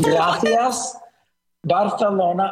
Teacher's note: everything that's got an S sound has a TH sound to it now